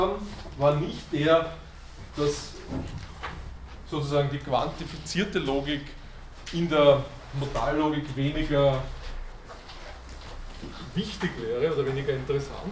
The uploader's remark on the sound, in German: Diese Vorlesung wurde von Studierenden aufgenommen